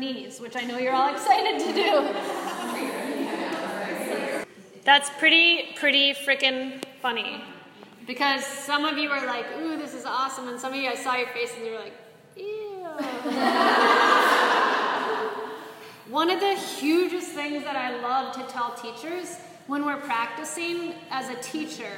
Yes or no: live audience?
yes